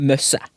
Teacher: ordentlige bergensere, altså de som snakker mer gatebergensk enn meg, de sier møsse. Uten T.